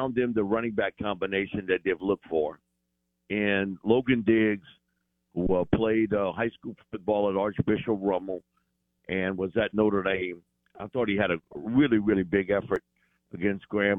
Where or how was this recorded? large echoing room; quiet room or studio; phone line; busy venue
phone line